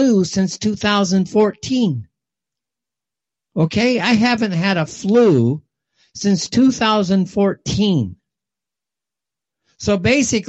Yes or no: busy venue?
no